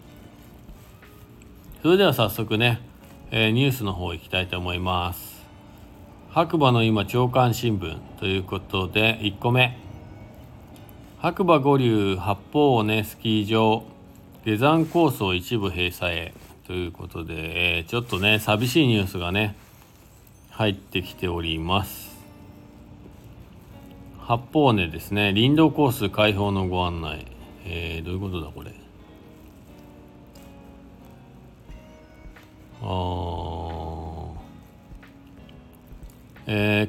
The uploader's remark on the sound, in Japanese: ゲレンデに滑りに行った時だけ配信になります。本日、白馬八方スキー場で滑り終了後 車の中から。Stand.fm。